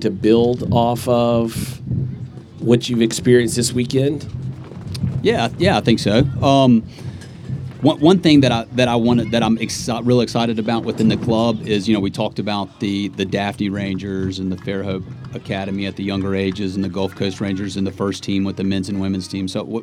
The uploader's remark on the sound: Live at the Eastern Shore Premier Cup